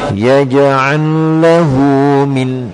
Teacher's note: ada sebagian yang masih membaca nun dengan meletakkan ujung lidahnya di gigi, ini masih belum tepat. يجعل له من ya di gusi dua gigi seri atas. · Term: makhrajnya nun